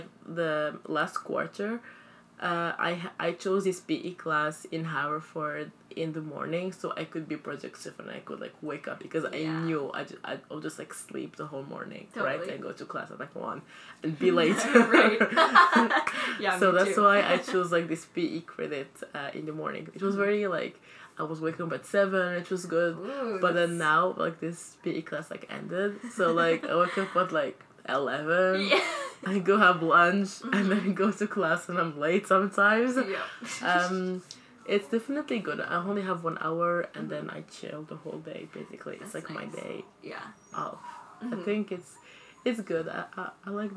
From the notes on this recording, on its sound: If you hear clanking noises, it's our mugs of tea